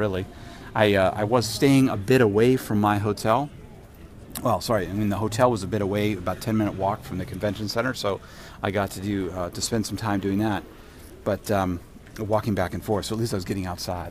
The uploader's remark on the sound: In Tokyo on my way home from IETF97. This was recorded in Narita airport in Tokyo.